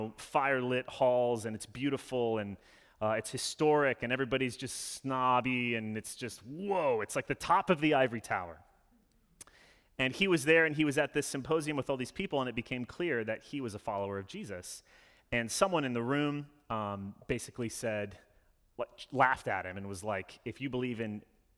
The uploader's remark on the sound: Sermon delivered Sunday, November 7, 2021 - All Saints Sunday